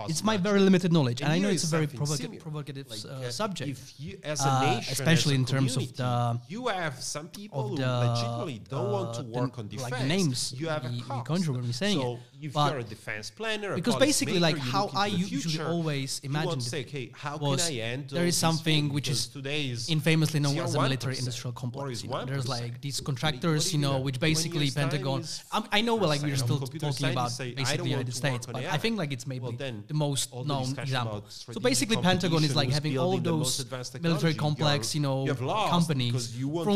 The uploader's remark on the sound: Last week we had the biggest honor to organise this year's edition of Czech Security Forum conference. As a part of the conference , we interviewed.